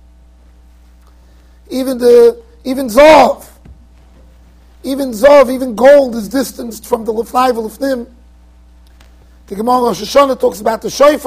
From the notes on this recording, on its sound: Shiur recorded in Yeshivas Ohr Reuven, Monsey NY.